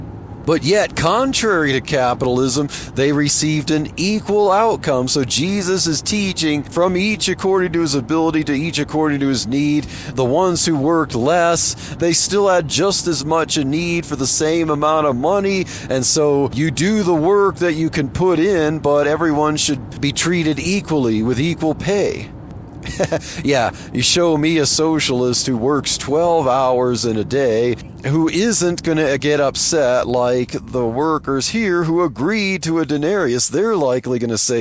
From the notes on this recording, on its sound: while driving to work